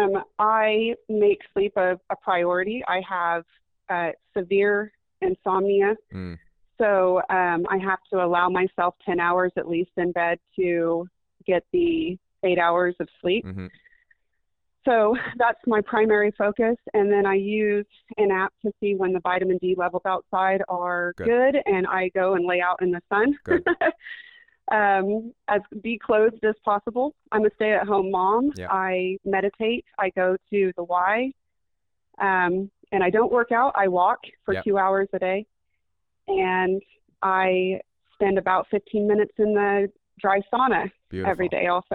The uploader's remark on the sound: You’ll also hear LIVE callers ask questions